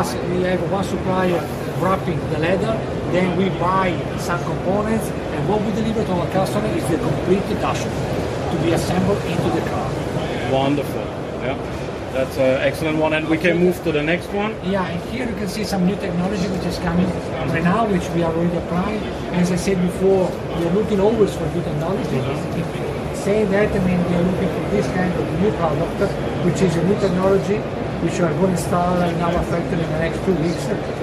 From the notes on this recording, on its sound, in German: Live von der JEC in Paris